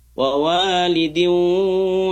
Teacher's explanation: Kemudian ada idgham bi gunnah, wa walidin, dengungnya ke hidung, wa walidin, jangan di mulut saja, walidin tapi ke hidung, wa walidin wa ma walad.